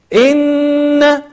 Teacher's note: عندنا النون المشددة وفيها غنة بمقدار حركتين